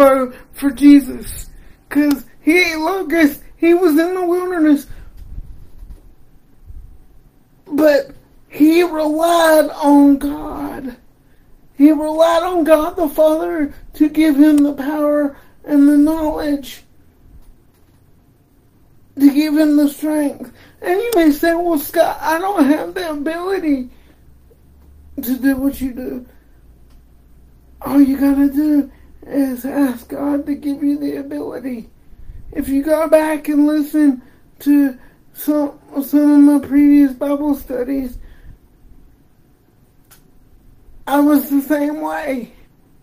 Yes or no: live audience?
no